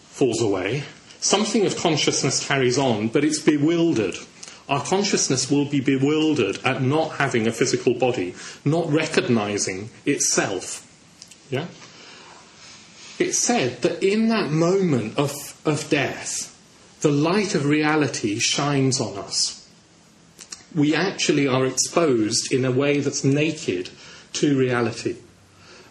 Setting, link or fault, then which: setting, large echoing room